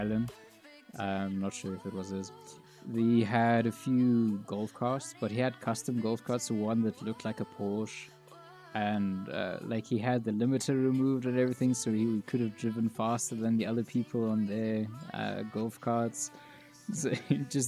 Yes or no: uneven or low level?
yes